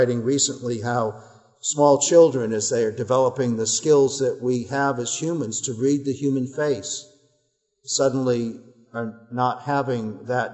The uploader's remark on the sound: Our worship service at the Old First Church in Bennington, Vermont, November 22, 2020